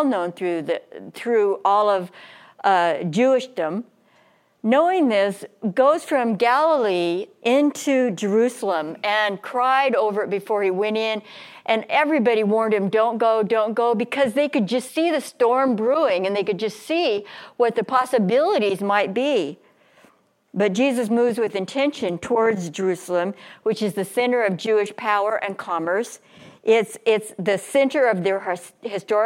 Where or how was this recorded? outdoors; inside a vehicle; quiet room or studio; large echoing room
large echoing room